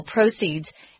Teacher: So the accent is on the first syllable